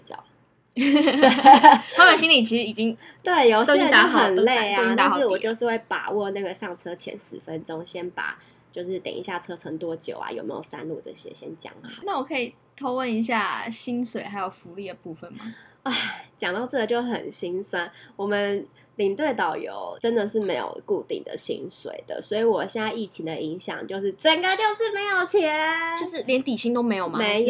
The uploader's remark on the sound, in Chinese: 這集因為忘記關空調有一點點小雜音！請見諒